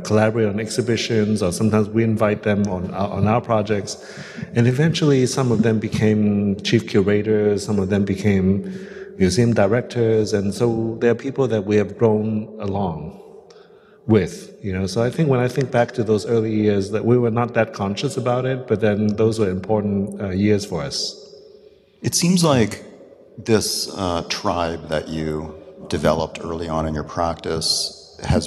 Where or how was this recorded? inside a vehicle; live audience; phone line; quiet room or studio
live audience